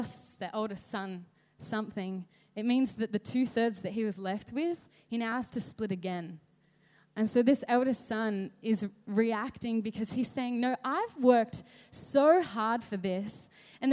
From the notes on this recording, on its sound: River Edge Church. At the 9am gathering.